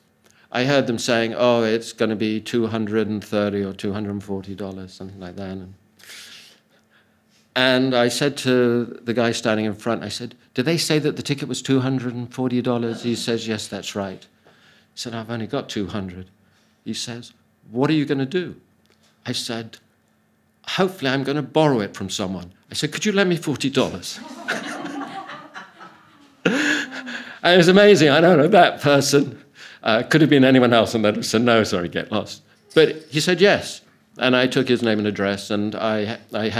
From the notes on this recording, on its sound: Audio from a sermon in Hatch End